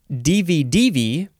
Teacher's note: you can pronounce it divi-divi, the third syllable is emphasized